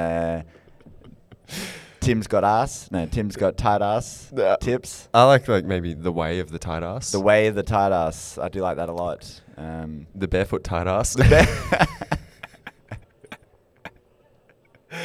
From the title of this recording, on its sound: Live From Accountex